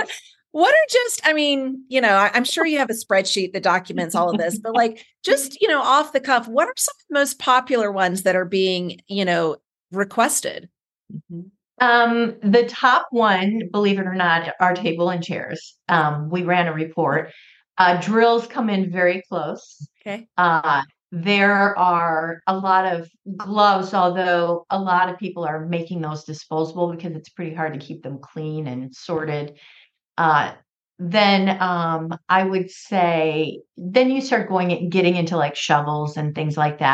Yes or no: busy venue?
no